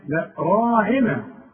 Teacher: راعنا مرققه ما عدا الراء، كل راء مفتوحة تفخم